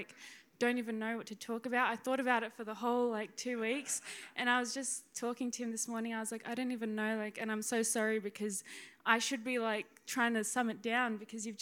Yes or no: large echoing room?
yes